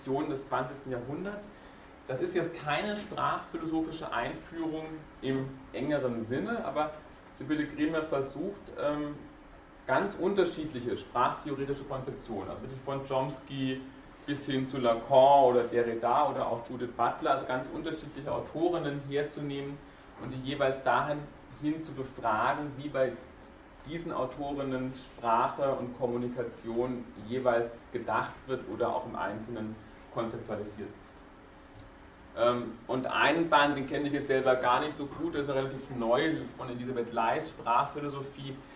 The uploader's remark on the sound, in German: Diese Vorlesung wurde von Studierenden aufgenommen